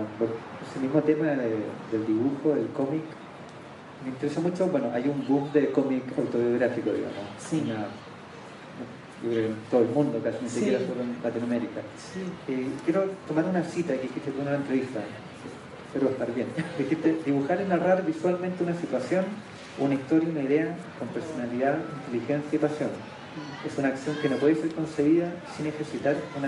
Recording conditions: outdoors